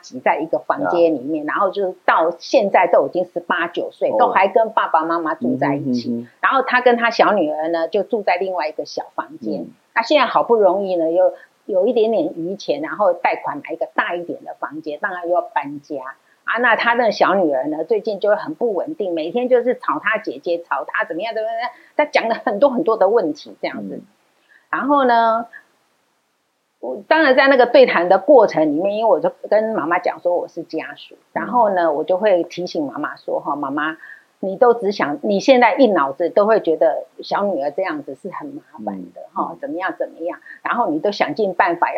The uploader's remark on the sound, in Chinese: 本集節目錄製現場收音出現難以克服的技術問題，以致於本集收音欠佳。